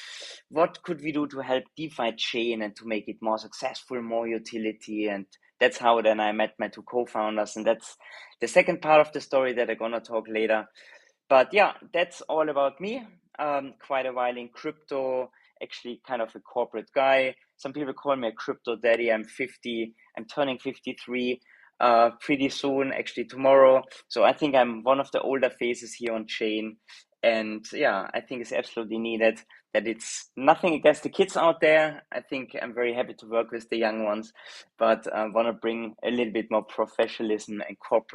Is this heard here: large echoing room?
no